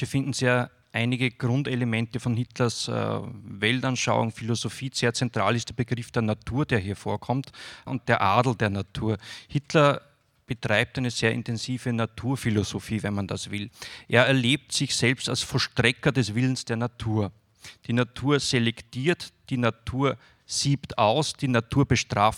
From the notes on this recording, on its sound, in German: Fortsetzung der Lesung und Diskussion in der Roten Bar des Volkstheaters. Im zweiten Teil des leicht gekürzten Mitschnitts sind Lesung und Diskussion der letzten beiden Textpassagen, sowie die anschließende Publikumsrunde zu hören.